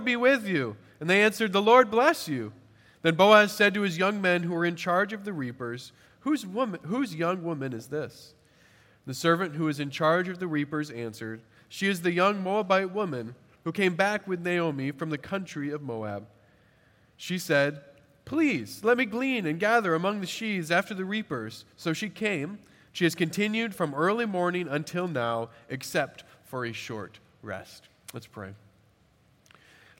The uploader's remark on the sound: At Redeemer Presbyterian Church in Charleston, SC